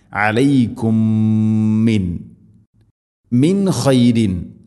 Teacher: സുക്കൂനുള്ള മീമിന് ശേഷം അടുത്ത മീം, ഇദ്ഗാം മുതമാസിലേൻ, ഇദ്ഗാം ബിഗുന്ന, മീമിനടുത്ത മീമിലേക്ക് മിക്സ് ചെയ്ത് മണിച്ചുകൊണ്ട് ഉച്ചരിക്കണം